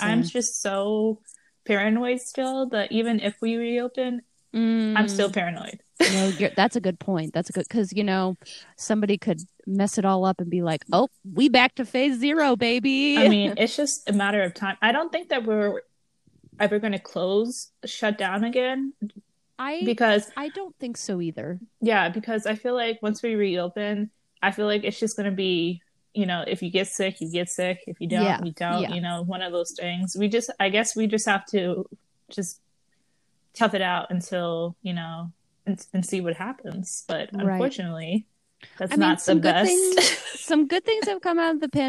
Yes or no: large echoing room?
no